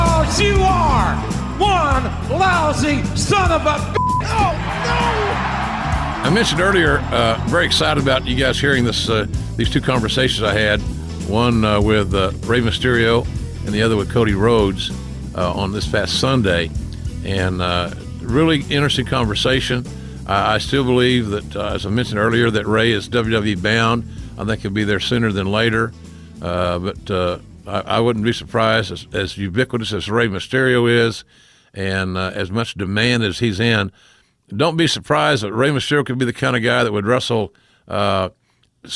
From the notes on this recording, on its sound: Live from Starrcast in Chicago.